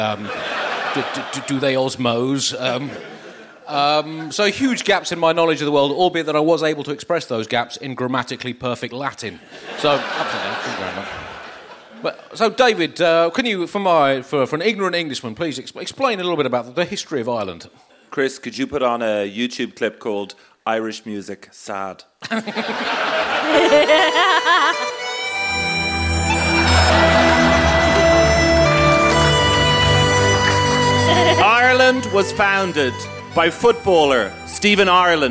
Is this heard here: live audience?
yes